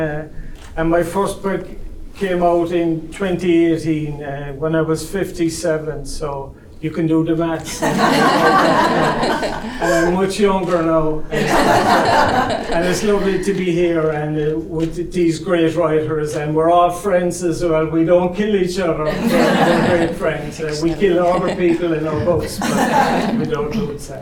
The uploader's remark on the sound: As part of Skibbereen Arts festival. Live literary event.